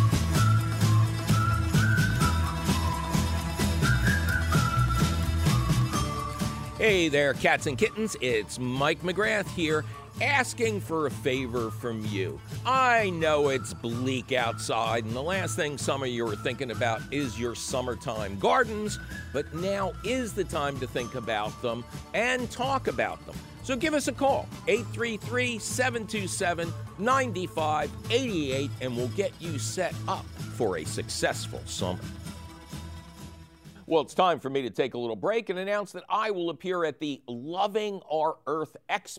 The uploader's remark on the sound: Takes your fabulous phone call questions.